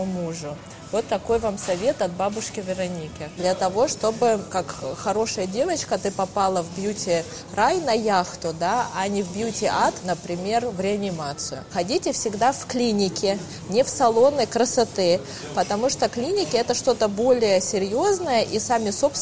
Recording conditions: busy venue